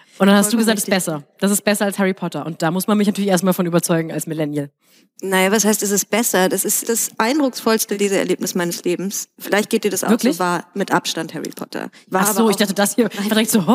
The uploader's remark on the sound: Live in Frankfurt. Wir treffen euch in Frankfurt, beim ersten Salon vor Or, zur ersten Bilanz des Jahrzehnts.